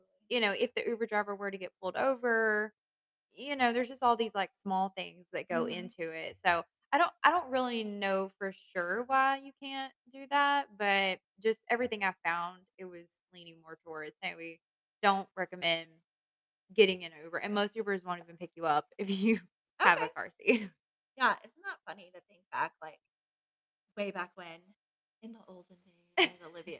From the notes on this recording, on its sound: We were working with new Mic equipment. Bear with us as this episode might not “sound” exactly as we planned.